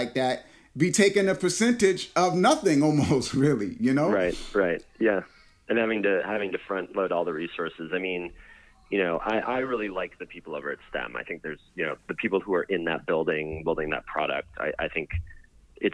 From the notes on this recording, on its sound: called